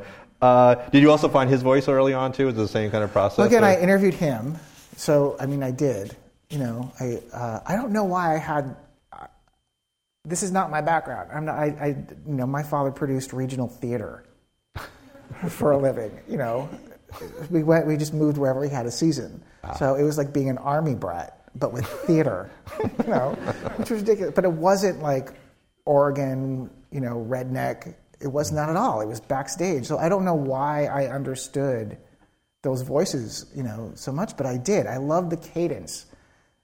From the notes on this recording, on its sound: Before a live audience at UCSB.